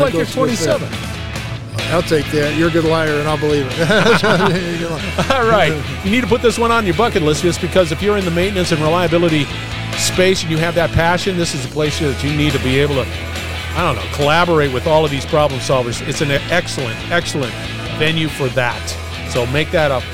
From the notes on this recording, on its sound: Industrial Talk is onsite at the 30th Annual SMRP conference